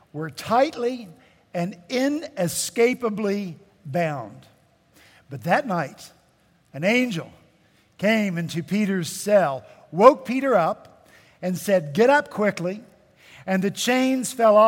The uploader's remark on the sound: At Redeemer Presbyterian Church in Charleston, SC